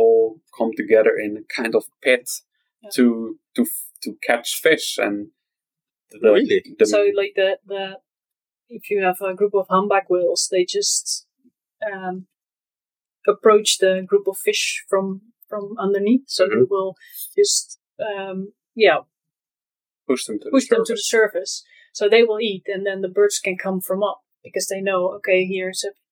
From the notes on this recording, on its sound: I will apologize ahead for the subpar audio quality that you are used to as I only have one microphone on hand which is not optimized in recording three people live